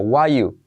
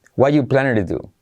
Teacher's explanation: El what are you se contrae, en why you.